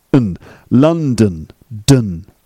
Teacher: in the unstressed syllable, the vowel sound is made weaker. It's like a flat, dead vowel sound.